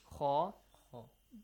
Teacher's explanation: That is the articulation, I mean, kha. It has a heavy sound, tafkhim.